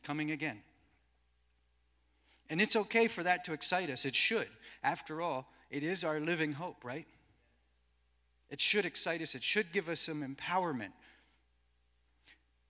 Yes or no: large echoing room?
yes